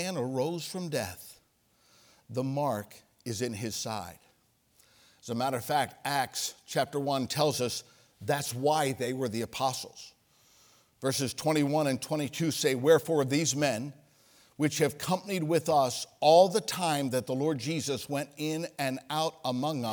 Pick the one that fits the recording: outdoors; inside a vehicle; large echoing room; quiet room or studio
large echoing room